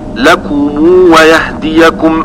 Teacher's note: بضم ميم الجمع حالة الوصل مع وصلها بواو لفظا